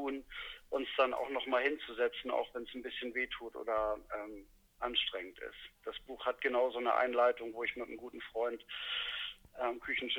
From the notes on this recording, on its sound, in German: Am Telefon in seinem Taxi in Berlin erwischt.